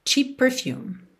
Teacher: Termina em P, perfume começa em P, você liga num P só.